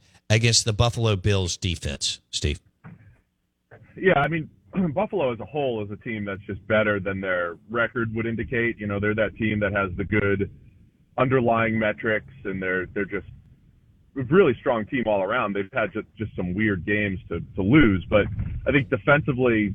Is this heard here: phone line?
yes